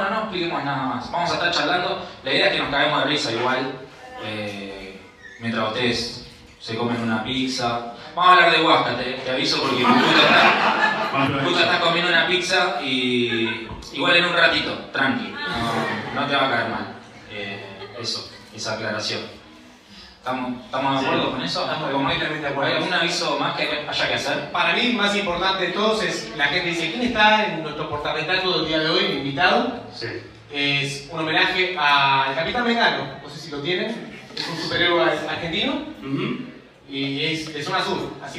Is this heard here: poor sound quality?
yes